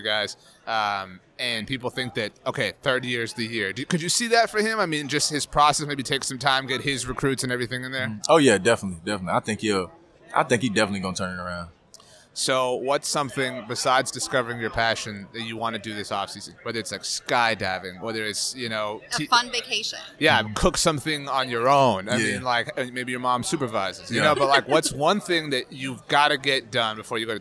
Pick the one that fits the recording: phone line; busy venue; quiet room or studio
busy venue